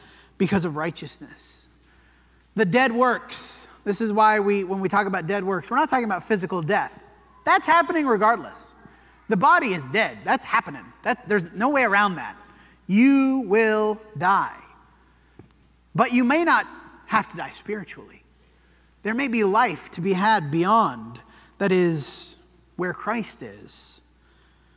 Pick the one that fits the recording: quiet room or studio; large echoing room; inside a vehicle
large echoing room